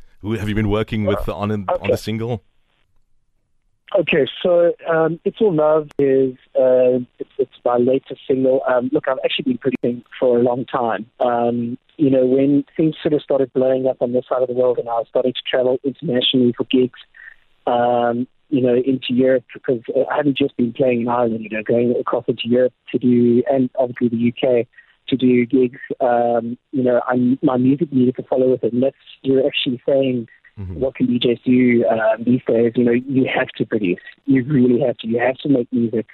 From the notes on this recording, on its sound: caught up with him via the phone lines